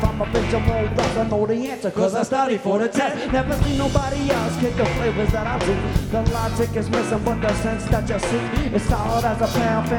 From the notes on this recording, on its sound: Live at Nashville Sunday Night. By Lightning100.